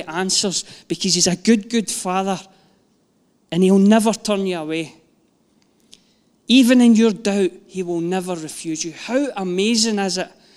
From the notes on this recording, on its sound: Live from our Sunday gathering